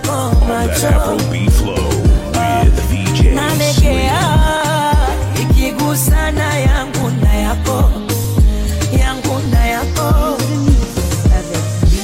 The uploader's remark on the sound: Karaoke Finale 2018 Club Signature Live recording